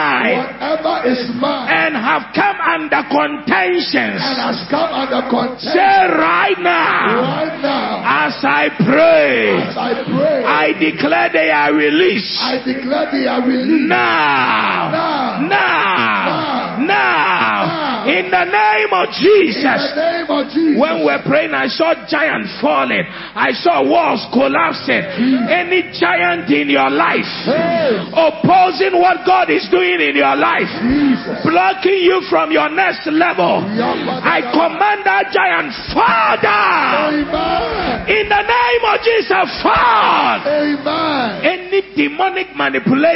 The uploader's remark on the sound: Preached at the He Gave Gifts Unto Men Conference (Day 2, Session 2) - The Makarios Cathedral, HQ